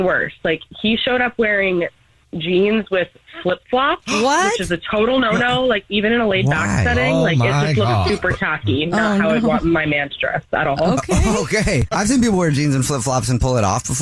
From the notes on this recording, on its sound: We get that other person on the phone to see why they're "ghosting". There is a guy on the phone.